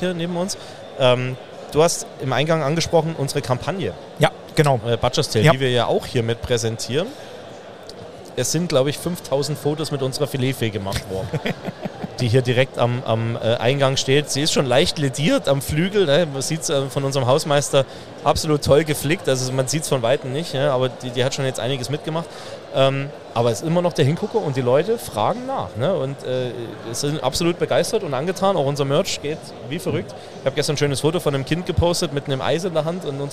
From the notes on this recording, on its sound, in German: Dort hatte das Bayerische Metzgerhandwerk einen eigenen Stand. Der direkt am Messestand aufgenommen wurde.